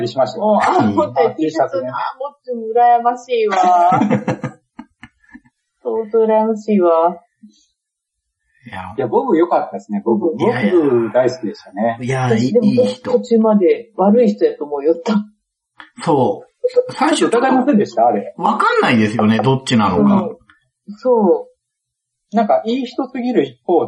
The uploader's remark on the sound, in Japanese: 今回は、収録環境の関係で音声が悪く、お聞き苦しいところもあるかと思いますが